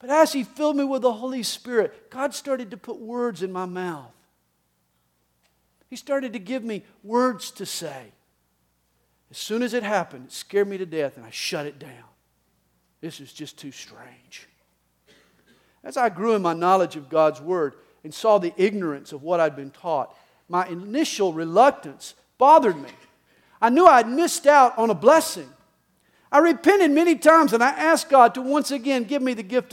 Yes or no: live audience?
yes